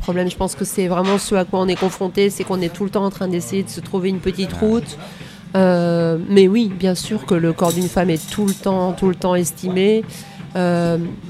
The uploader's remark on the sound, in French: Nous nous sommes donc rejoint dans un café dans le quartier de Saint-Michel, à Paris, en face de Notre Dame, et j’ai allumé les micros. Comme dans n’importe quel café, il y a un petit bruit de fond. Ce sont les limites (mais aussi le charme) du podcast "fait maison".